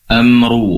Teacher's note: ro-nya tebal karena berharokat dhammah